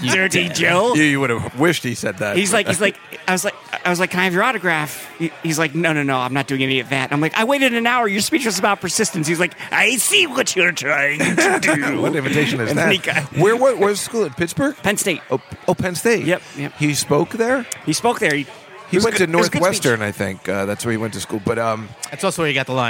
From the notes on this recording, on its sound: LIVE from the legendary Comic's Table at the legendary Comedy Cellar in the West Village in New York City